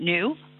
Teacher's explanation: Keep saying new with a ooh rather than an oh.